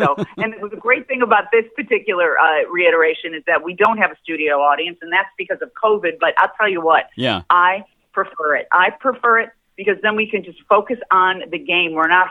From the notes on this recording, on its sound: called